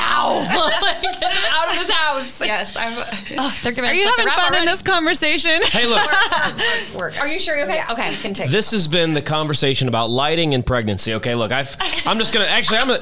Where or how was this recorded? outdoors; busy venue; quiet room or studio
busy venue